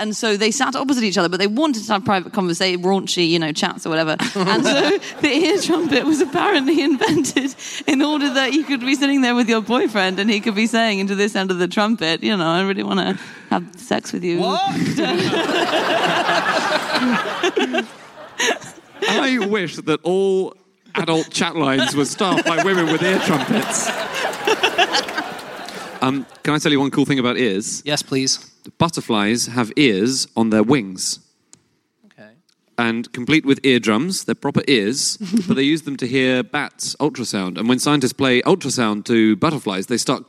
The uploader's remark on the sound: Live from the Lyric Theatre in London